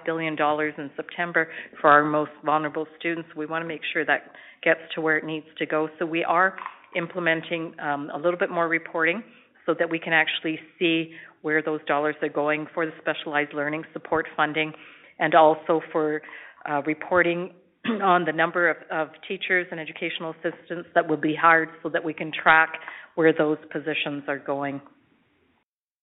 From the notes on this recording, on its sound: Education Telephone Town Hall (Southern Alberta).